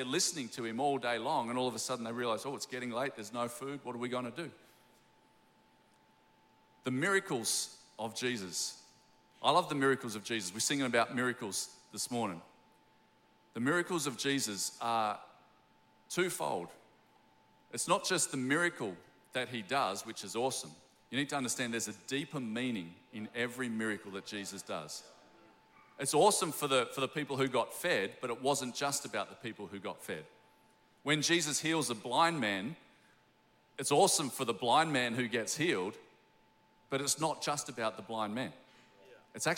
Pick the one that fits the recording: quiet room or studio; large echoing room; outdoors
large echoing room